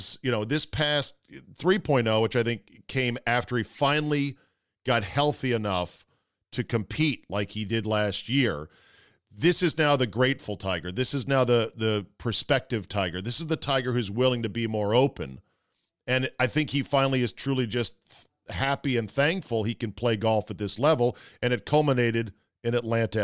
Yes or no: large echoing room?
no